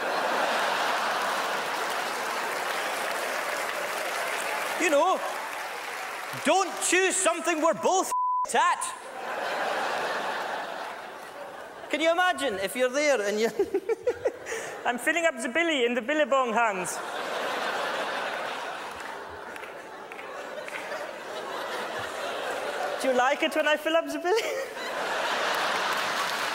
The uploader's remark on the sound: This Scottish-Indian comedian is massively popular with the JFL crowd! Performs at the 2007 Just for Laughs Festival in Montreal.